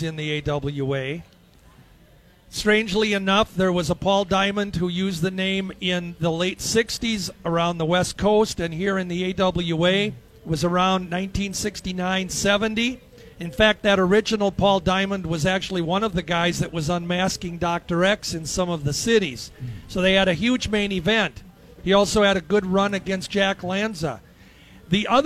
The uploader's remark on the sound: Day One at the Fair. Live from the State Fair.